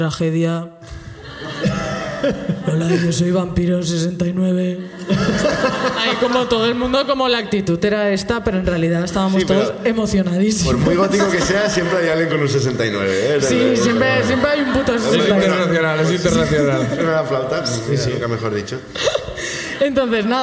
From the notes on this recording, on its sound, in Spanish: El público de Barcelona comparte sus ruinas